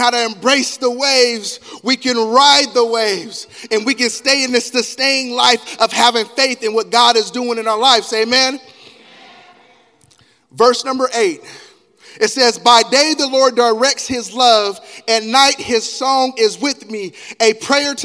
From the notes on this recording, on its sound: Elk Grove. Live Recording: 2/25/2024 - 10:30am Service.